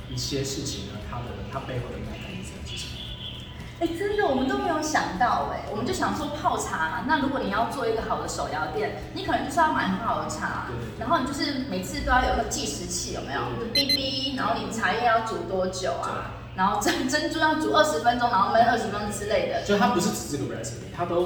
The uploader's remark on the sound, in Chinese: 這一集我們在一個連隔間的水泥牆都還沒砌好的空屋裡錄製, 回音真的比較大, 要請大家包涵！